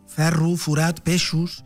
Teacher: I les os, que no tenen accent, les fan u.